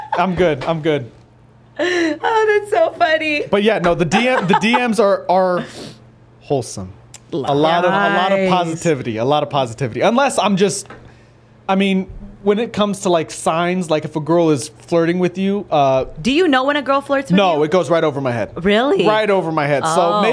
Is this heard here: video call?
no